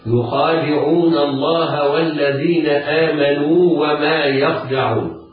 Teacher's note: إذا ننطق واوين، واو مدية تمد بمقدار حركتين بعدها واو مفتوحة